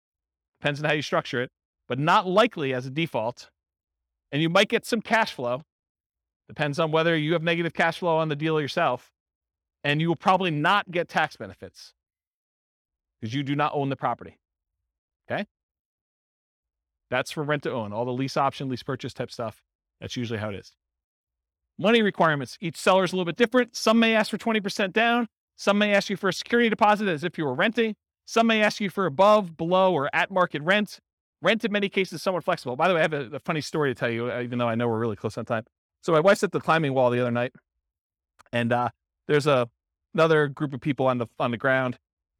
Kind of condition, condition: setting, live audience